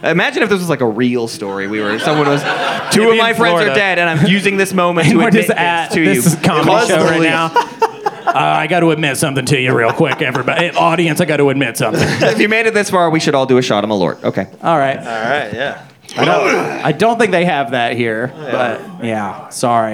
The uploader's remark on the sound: This episode was recorded LIVE at the Helium Comedy Club in Indianapolis, IN during the week of GenCon 2023!